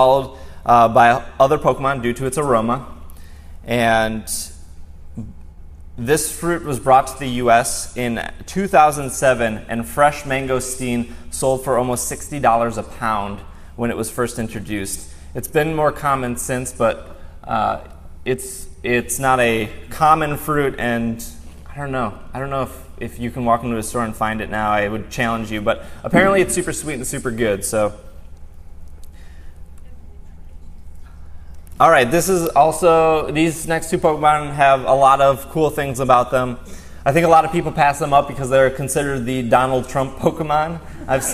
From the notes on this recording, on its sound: Live Show. Live from PAX West 2016. This entire show was live in front of an audience and live on Twitch.tv!